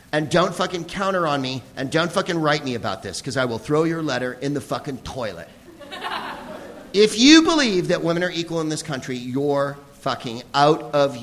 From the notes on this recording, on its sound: Live from The Upfront Theatre in Bellingham, WA